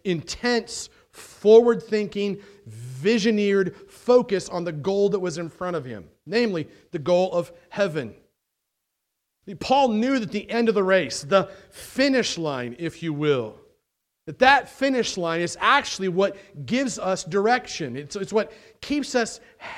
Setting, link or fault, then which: setting, large echoing room